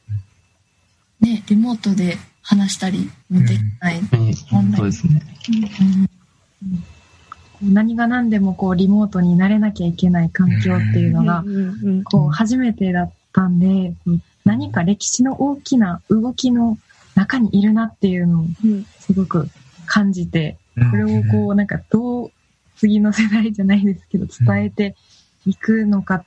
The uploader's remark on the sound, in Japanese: この番組は、20年7月2日にオンラインにて収録した音源を放送しています。